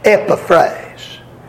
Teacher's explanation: the accent ought to be on the very first syllable, and it ought to be pronounced Epaphrase.